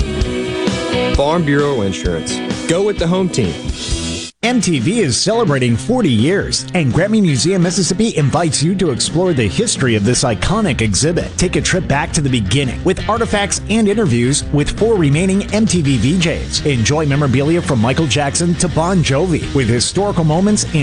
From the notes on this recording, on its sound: broadcasting LIVE on location from The Mid-South Forestry Equipment Show in Starkville